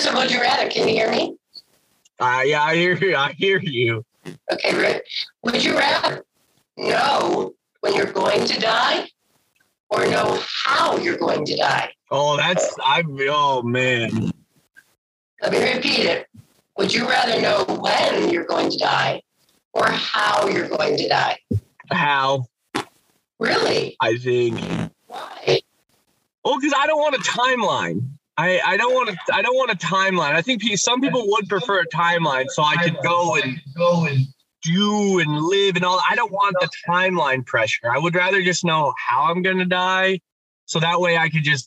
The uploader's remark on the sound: We are so sorry for the audio quality!